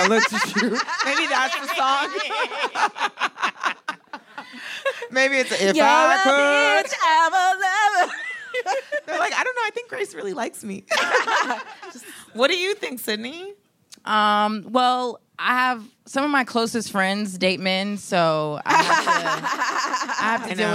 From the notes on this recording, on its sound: The Antidote LIVE from The Virgil in Los Angeles